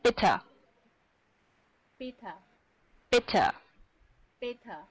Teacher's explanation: 这个 bitte 的话，你看啊，不用发成一的音，而是哎哎